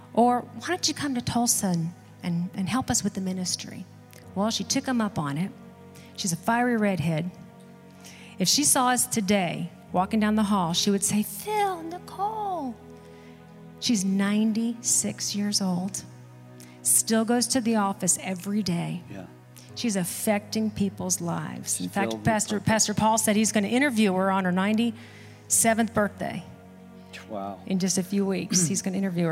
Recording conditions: large echoing room